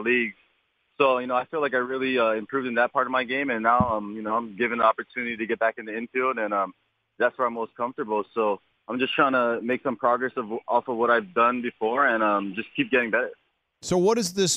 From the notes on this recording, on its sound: called in for a chat